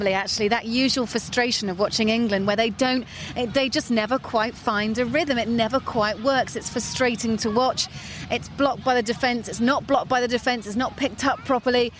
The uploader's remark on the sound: Recorded from Copacabana beach, Rio